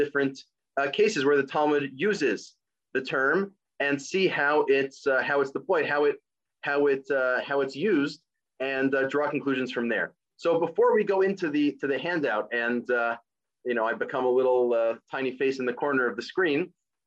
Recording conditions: video call